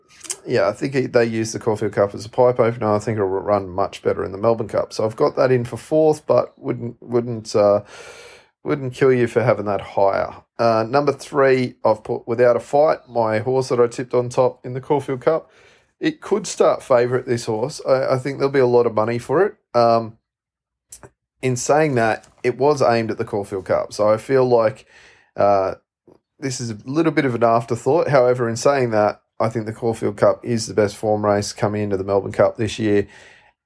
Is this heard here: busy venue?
no